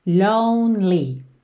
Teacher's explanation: Que esse E do meio não é pronunciado. Então, você vai do N pro L, lonely.